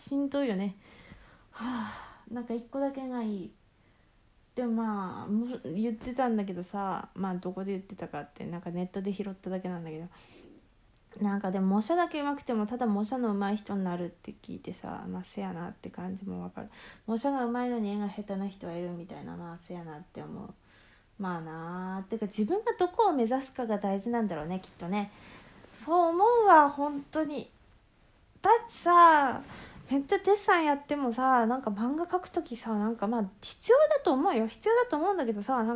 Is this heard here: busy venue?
no